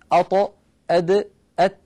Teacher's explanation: نجد بأن اللسان يقرع نفس المكان عند النطق بهذه الأحرف الثلاثة